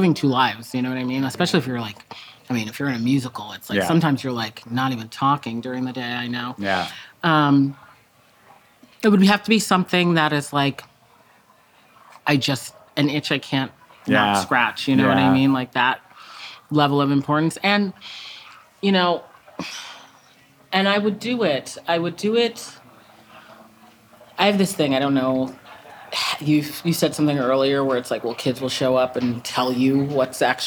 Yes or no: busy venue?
yes